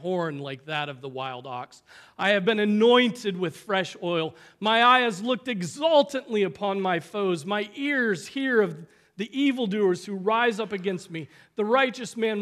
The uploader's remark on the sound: Preached on August 12, 2023 at Trinity Presbyterian Church ( Evangel Presbytery ) in Spartanburg, SC.